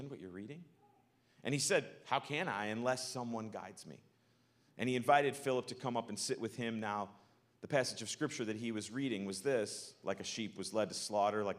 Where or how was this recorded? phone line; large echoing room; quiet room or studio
large echoing room